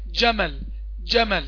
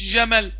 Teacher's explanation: والجيم مكتومة، ما ينفعش الجيم تجري · Shown in: first take · ما ينفعش. أقول جمل مش جمل.